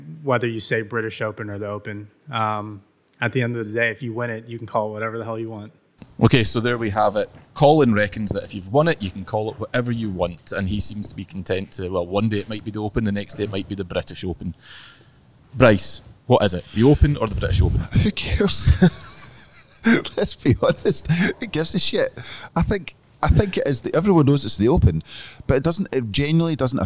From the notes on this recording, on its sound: LIVE from Royal Liverpool. Coming to you live from The 151st Open at Royal Liverpool.